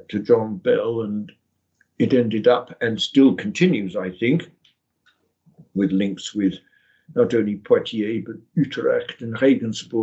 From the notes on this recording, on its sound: The interview was recorded online.